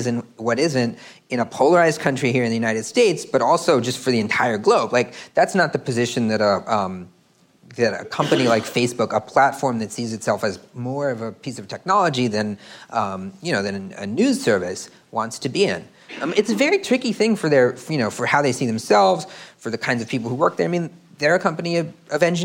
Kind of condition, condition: setting, live audience